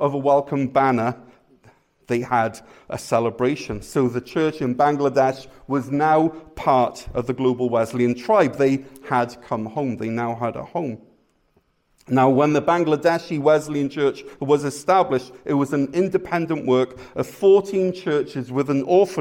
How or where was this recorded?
large echoing room